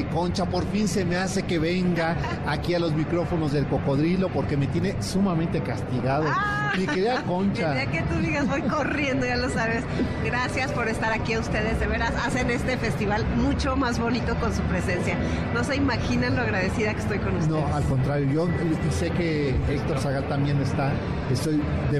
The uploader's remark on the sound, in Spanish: Escucha la transmisión desde El Festival del Adulto Mayor en el WTC de la Ciudad de México.